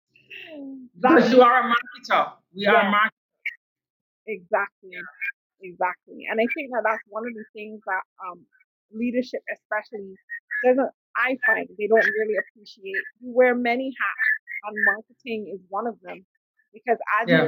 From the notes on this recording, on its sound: I apologise for this episode's sound quality